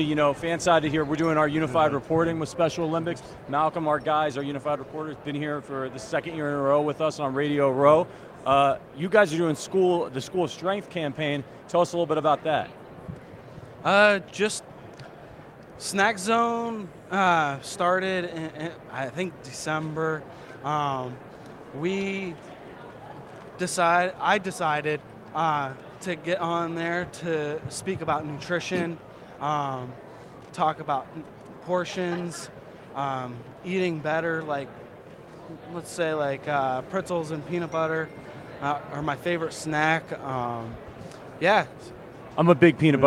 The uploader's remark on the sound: Live from Super Bowl LVIII